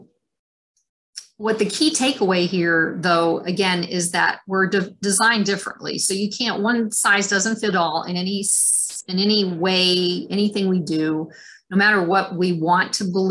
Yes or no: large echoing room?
no